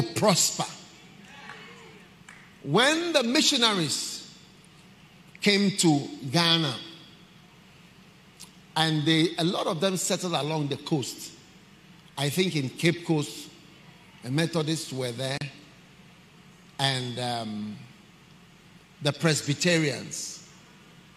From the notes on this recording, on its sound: Preached at the Qodesh